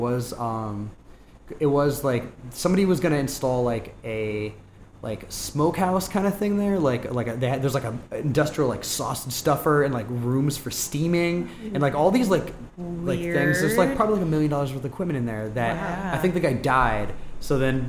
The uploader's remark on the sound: We recorded this one live and in person at Berben and Wolff's after hours!